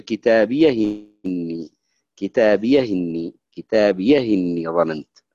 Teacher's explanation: نأخذ الكسر حقة الهمزة نحطها على الهاء تصير كتابية إني ظننت · Term: النقل